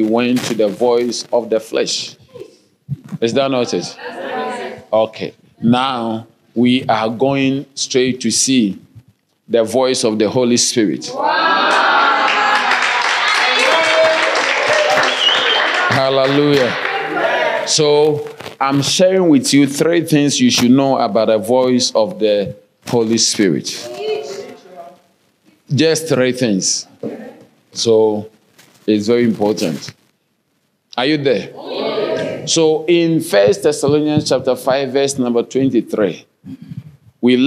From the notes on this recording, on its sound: Sermon delivered on Sunday, December 3, 2023, at Strong Christian Church in Bellville, South Africa.